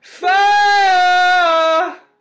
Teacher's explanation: That vowel is going a bit wide. The tone can sound yelly.